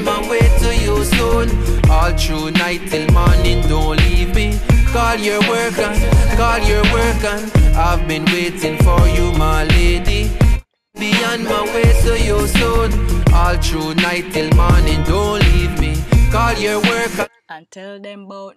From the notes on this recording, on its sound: We recorded this episode in my mom’s car